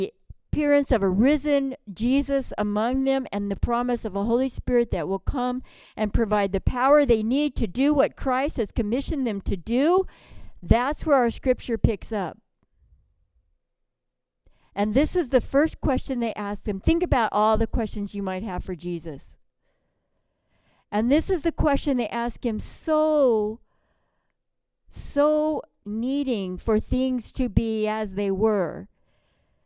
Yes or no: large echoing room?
yes